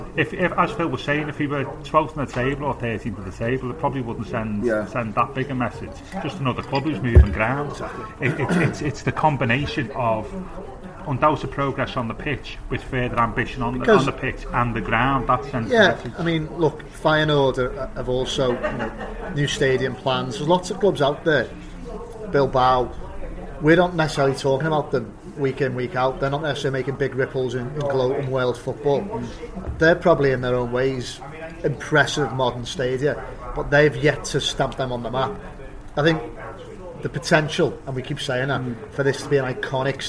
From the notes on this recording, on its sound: From the Bramley Moore pub, opposite the North Docks site where the stadium will be built.